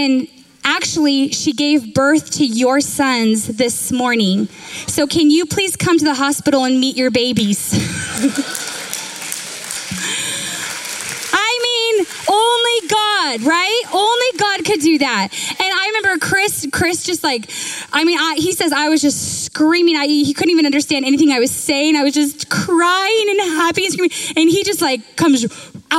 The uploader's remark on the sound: Recorded live at Capital Church in Meridian, Idaho